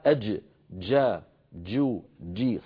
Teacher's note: والجيم الفصيحة أج جا جو جي، صوتها محبوس صوتها شديد